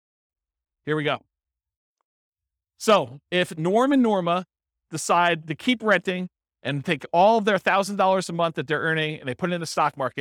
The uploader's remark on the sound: This was a live class recorded